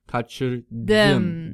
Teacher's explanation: We've got that ı, a back vowel.